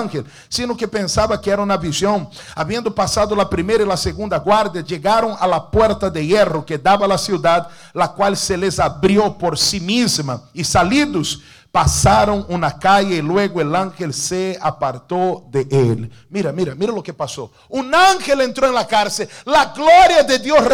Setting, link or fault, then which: setting, large echoing room